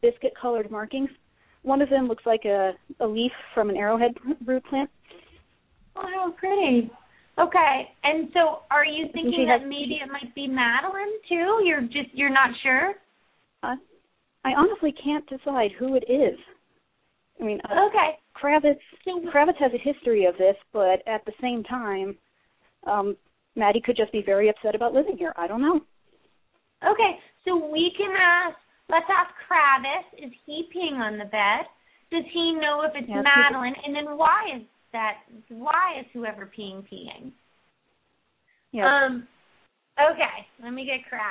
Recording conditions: phone line